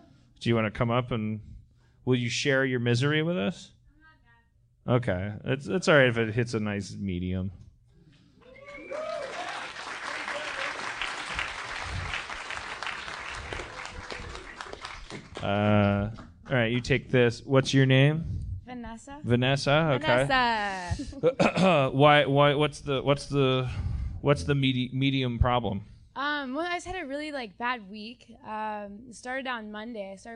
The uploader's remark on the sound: LIVE from Austin, TX